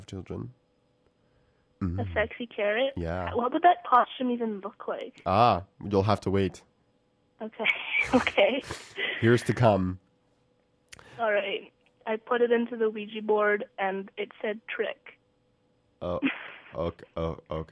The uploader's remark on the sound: called in sick live from her bedroom